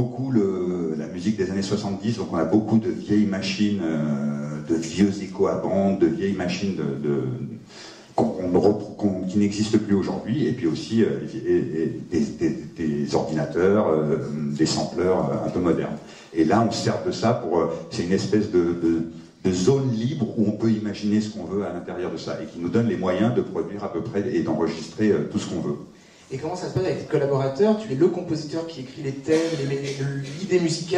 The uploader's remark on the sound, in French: Au Kosmos. S'est tenue en public au cinéma Le Kosmos le 14 avril 2013.